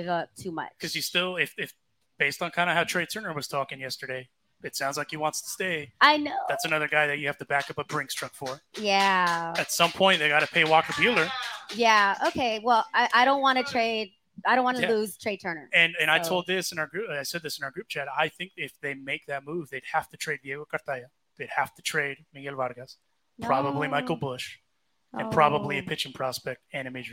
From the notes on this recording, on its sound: We go live for the All Star Game from LA Hot Wings in Los Angeles.